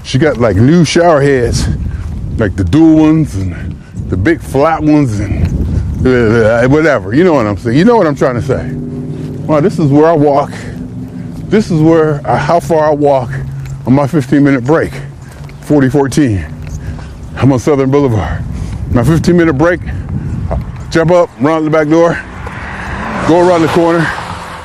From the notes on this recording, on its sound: Me Walking Talking